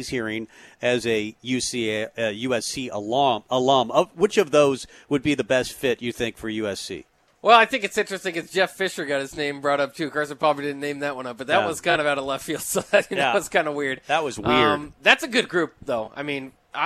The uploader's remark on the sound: Tailgate Tuesday live from Chick-Fil-A